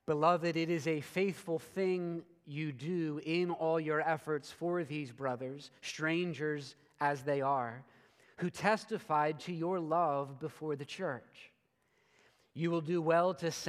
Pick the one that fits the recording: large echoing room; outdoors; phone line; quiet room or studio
large echoing room